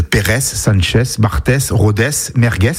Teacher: Parfois, on prononce des consonnes voisées de façon dévoisée, notamment en fin de mot